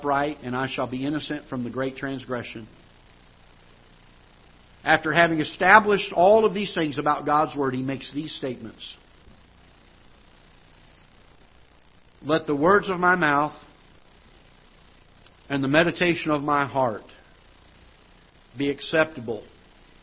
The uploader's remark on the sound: Ketha Heights Baptist Church ~ Live Broadcast